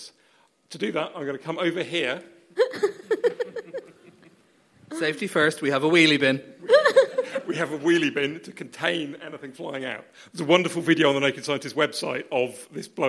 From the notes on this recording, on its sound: Hear what went on at our live event recorded back on 11th March for the 2020 Cambridge Science Festival.